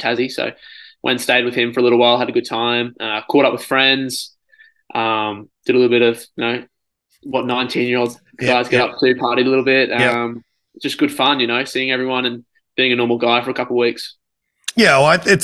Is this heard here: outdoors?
no